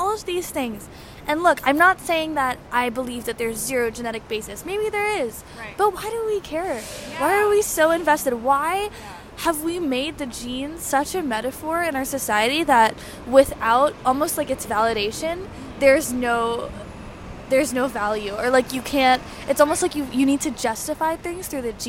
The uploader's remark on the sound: This episode was recorded outdoors. While editing we fixed the sibilance (’s’ sounds) but not the plosives (‘p’ and ‘b’ sounds).